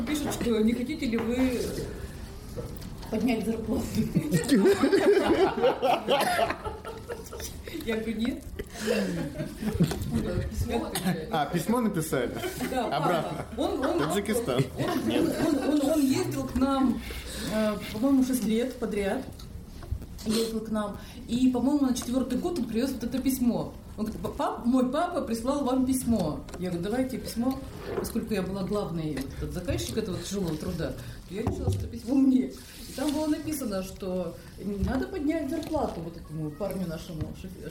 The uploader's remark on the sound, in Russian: Этот выпуск записан в нестандартной обстановке и в нем впервые участвуют гости! Подкаст записывался во время душевной встречи, приносим извинения за посторонние шумы!